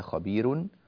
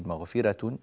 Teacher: الراء مرققة في مغفرة وخبير